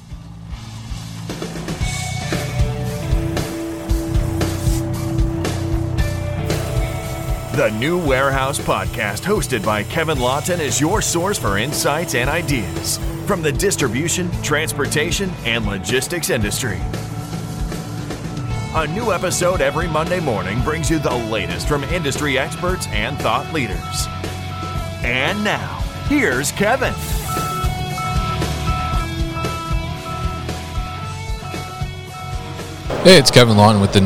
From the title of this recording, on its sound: Enersys at MODEX 2022